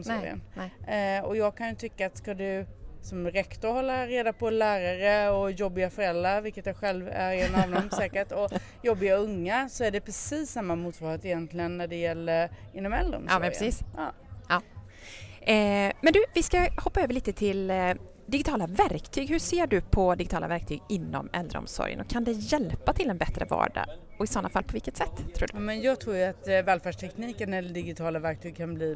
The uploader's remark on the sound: Under Almedalsveckan kommer Omsorgspodden släppa en serie kortare avsnitt som spelas in live i Visby.